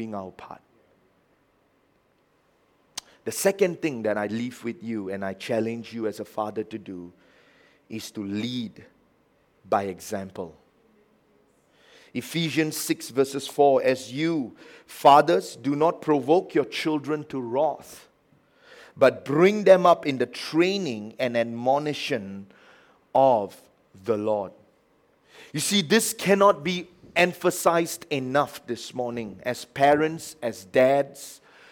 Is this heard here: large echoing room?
yes